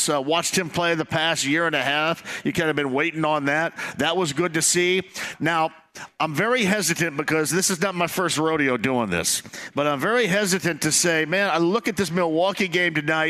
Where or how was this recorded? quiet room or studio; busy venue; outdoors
busy venue